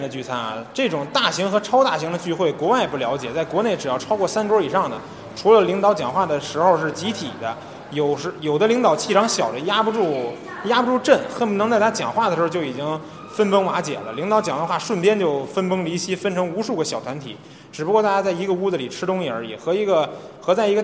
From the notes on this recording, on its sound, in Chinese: 周年聚餐的茶余饭后。本期节目音质渣渣，不时伴有汽车和女人闲聊等噪音。